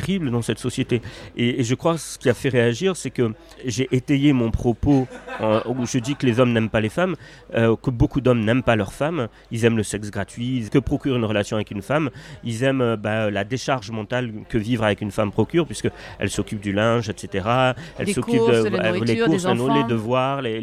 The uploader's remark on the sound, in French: Dans un café en face de France Inter, où il allait faire une chronique. Notre conversation est un peu parasitée par les bruits de la rue puis par les bruits du café.